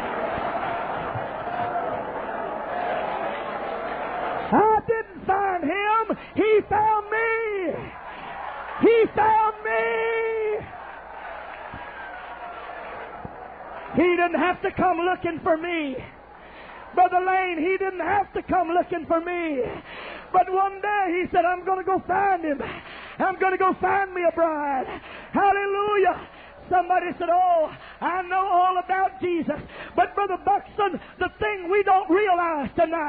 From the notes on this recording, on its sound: preaches Youth Conference in Anaheim, CA